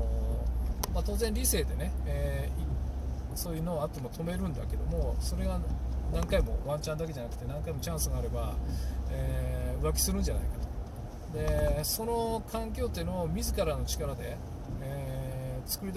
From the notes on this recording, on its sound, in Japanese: 運転中。今回思いつきだったのもあり、Bluetoothイヤホンマイクでの収録です。声フェチで音が気になるとか言っときながら雑音多めですごめんちゃい。音量低めです。